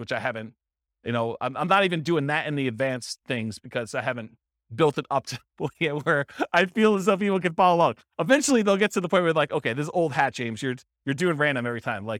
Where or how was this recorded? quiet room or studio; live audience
live audience